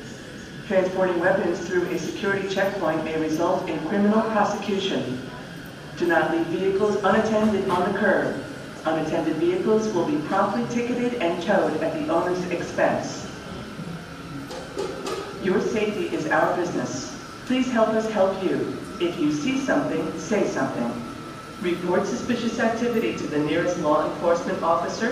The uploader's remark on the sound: In this episode we are waiting in Terminal 3 at the Ft.Lauderdale Airport for our flight to Cancun. It's an early morning flight so you will hear sounds of shops and restaurants starting to open as passengers file their way in. Ambient Sounds, Airport Sounds, Talking Sounds, Walking Sounds, Airport Announcements.